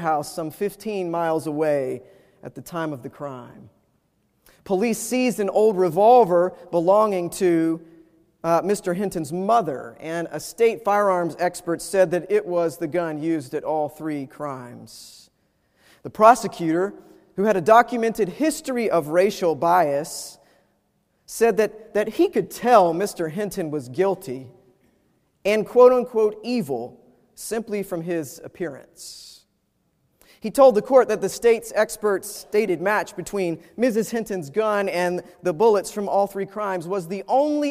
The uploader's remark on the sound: Preached at Wake Forest UMC